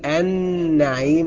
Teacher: يبقى لازم نقول النعيم بإدغام اللام في النون